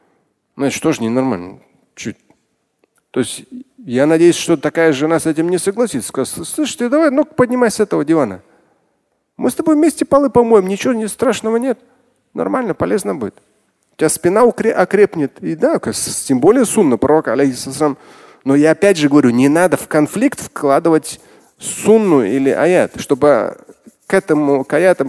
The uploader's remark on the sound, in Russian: Вопросы из зала